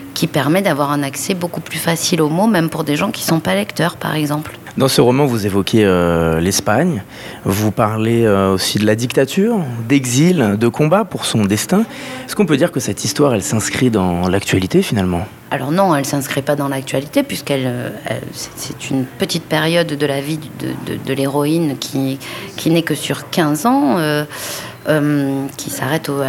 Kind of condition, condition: setting, busy venue